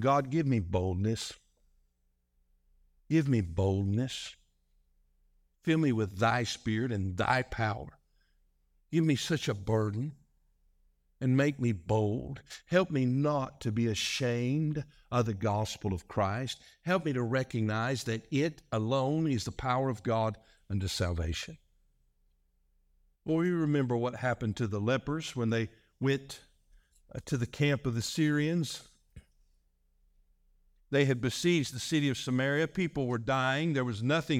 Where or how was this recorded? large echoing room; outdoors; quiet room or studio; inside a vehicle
large echoing room